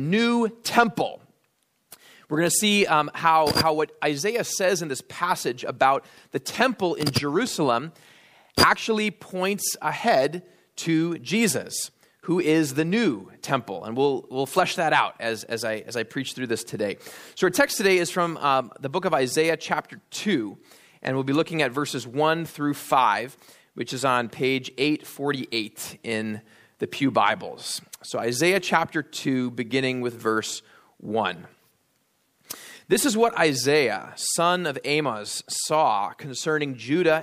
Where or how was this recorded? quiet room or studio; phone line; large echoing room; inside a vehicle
large echoing room